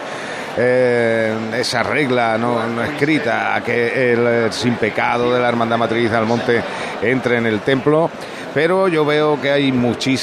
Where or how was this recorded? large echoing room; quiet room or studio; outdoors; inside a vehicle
outdoors